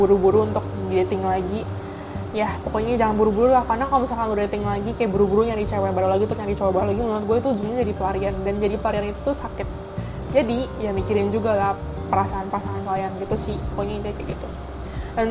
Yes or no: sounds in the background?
yes